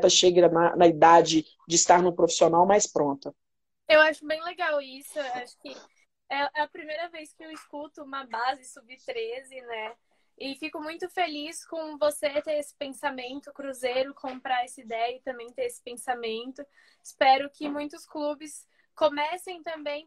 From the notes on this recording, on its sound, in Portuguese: Rolou uma live no meu instagram